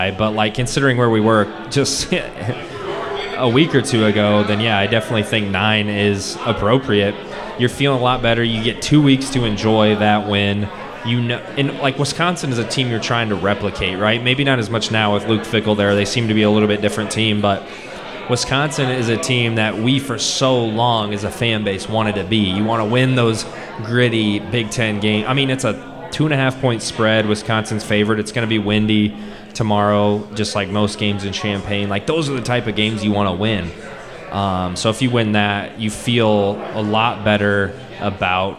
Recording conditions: busy venue